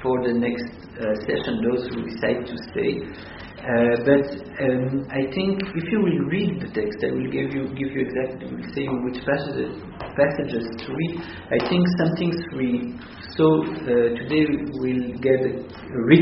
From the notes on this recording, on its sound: This audio was originally recorded on 10/21/2014 as part of Drisha's Fall Daytime classes.